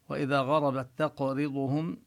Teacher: والقاف والطاء يظهر فيها التفخيم لأنها من حروف الاستعلاء، أما الباء والجيم والدال فيظهر فيها الترقيق. · Term: قلقلة القاف